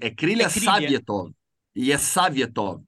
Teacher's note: Porque o O em russo, quando não é sílaba tônica, tem som de A.